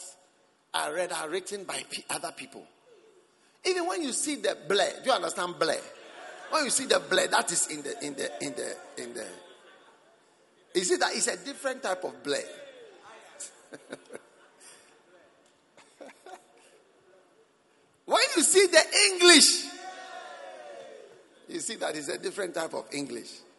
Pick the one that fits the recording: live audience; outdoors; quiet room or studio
live audience